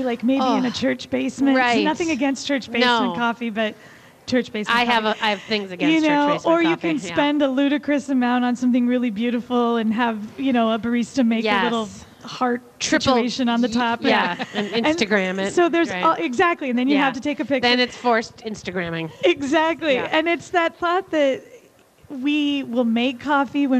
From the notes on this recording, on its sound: Live at Women's Expo